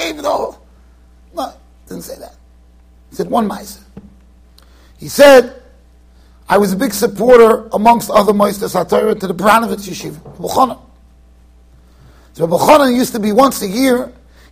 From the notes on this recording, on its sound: Shiur recorded in Yeshivas Ohr Reuven, Monsey NY.